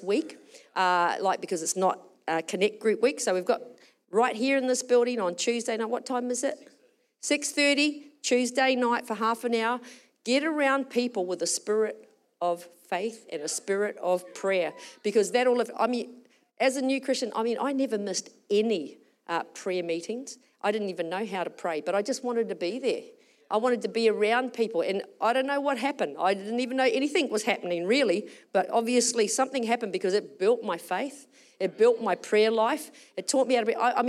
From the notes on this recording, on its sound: Recorded during our Melbourne East service on Sunday, the 18th of February 2024